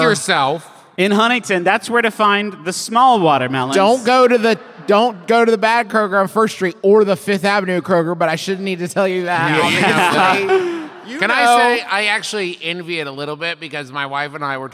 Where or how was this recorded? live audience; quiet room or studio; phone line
live audience